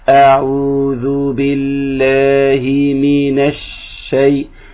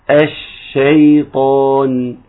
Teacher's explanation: باخد وقت أطول شوية في الشين · Term: تفشي الشين